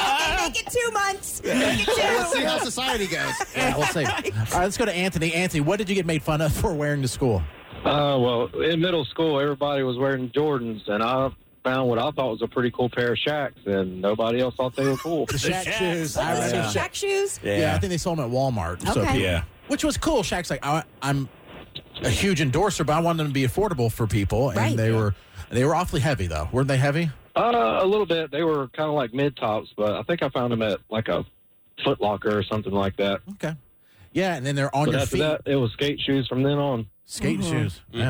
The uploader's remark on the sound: Everyone on the show shared their stories and people called in as well.